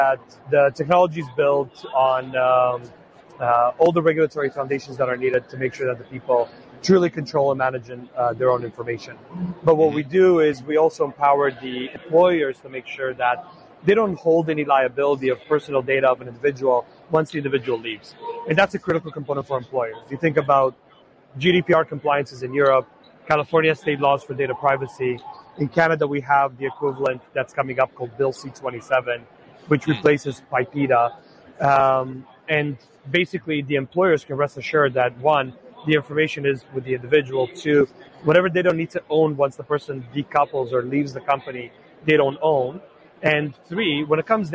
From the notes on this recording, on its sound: Interview At Collision Conference 2022